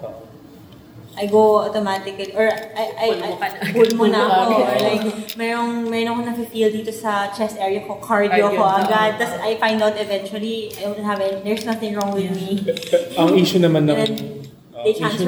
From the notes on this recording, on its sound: Recorded on 11 March 2019 at the Nipa Brew Taproom, Makati.